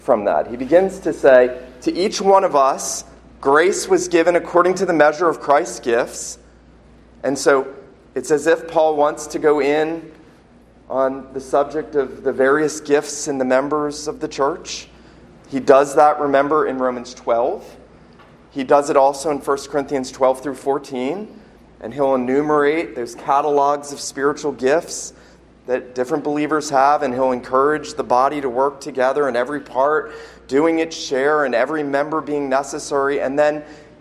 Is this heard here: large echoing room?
yes